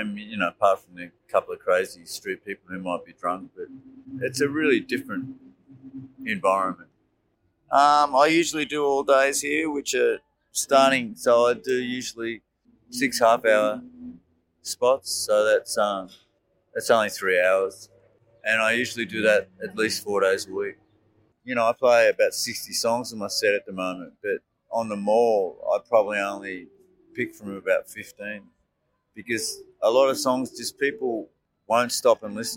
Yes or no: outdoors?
yes